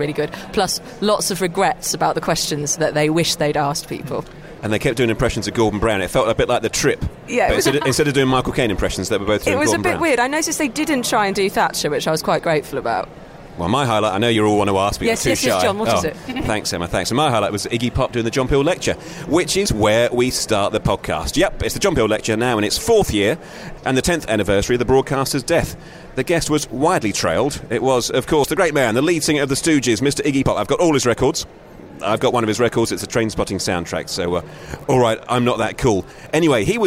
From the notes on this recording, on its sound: this special from the UK's annual Radio Festival in Salford